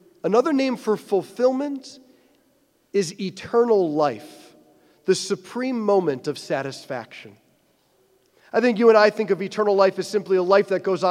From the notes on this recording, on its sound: Preached this homily on April 16, 2023 at St Basil the Great Catholic Church in Brecksville, OH.